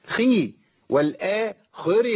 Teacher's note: ما اعرفش ليه الناس بتيجي عند الخاء المكسوره وتفخمها مع ان الخاء المكسوره يا شيخنا خاء ضعيفة جدا ليه؟ لأنها في أدنى مراتب التفخيم